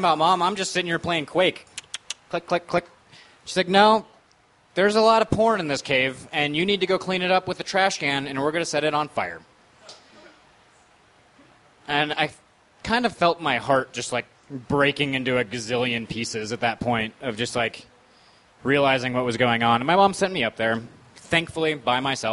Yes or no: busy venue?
yes